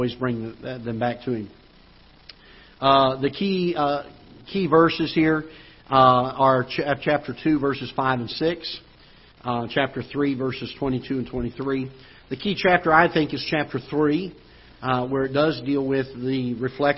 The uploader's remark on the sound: Ketha Heights Baptist Church ~ Live Broadcast